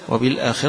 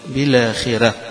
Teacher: والراء مفخمة عند الجمهور، لكن عند الأزرق عن ورش حيقرأها مرققة